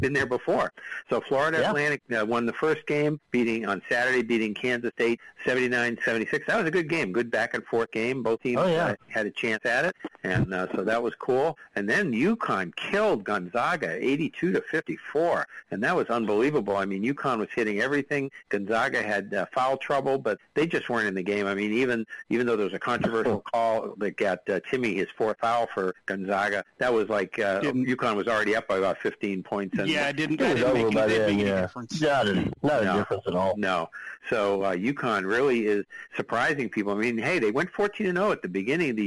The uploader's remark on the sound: take your live calls